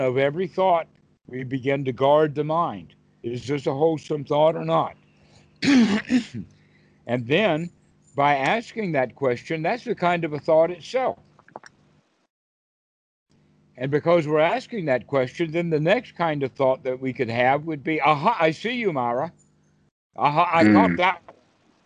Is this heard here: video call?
yes